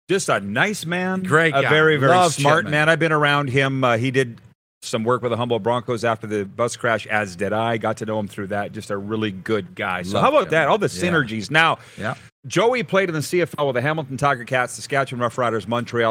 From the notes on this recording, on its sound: LIVE from the Boca Raton Bowl in Florida!